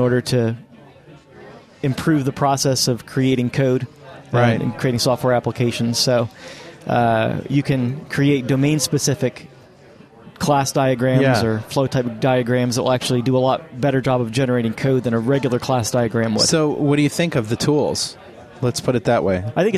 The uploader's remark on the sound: Live from Tulsa Tech Fest 2006